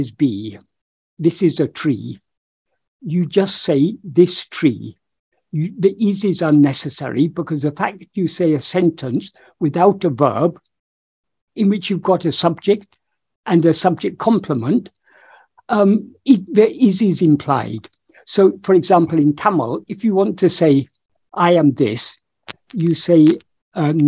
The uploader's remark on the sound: In a Zoom meeting with the San Diego Ramana Satsang on 7th August 2022